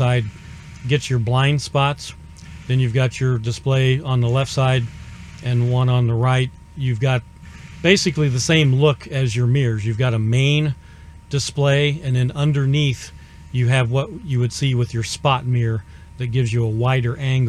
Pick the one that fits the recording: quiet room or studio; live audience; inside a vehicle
inside a vehicle